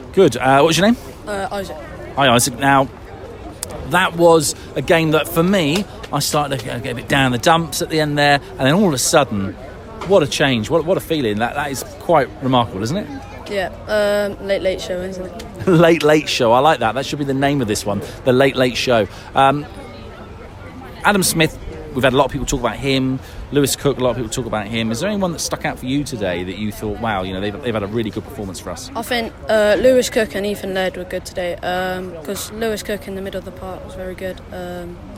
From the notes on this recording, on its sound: Elated fans reacted at full-time outside the stadium. There was some raw reaction at full-time. In front of the North Stand.